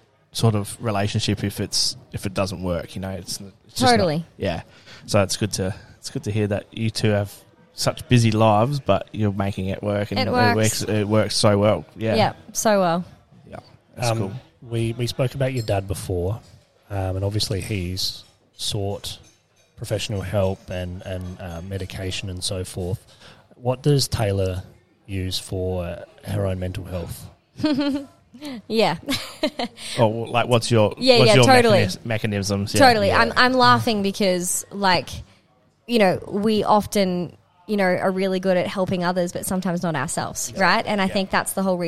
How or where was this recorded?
busy venue